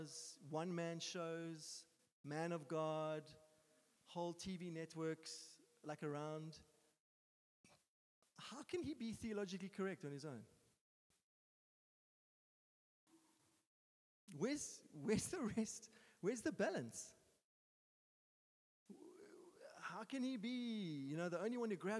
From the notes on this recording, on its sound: Sunday Sermon. At Joshua Generation Church Muizenberg congregation.